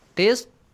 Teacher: You should produce a bouncing or a qalqala sound.